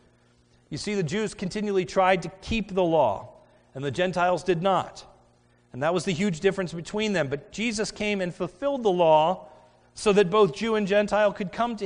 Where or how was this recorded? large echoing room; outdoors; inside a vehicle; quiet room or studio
large echoing room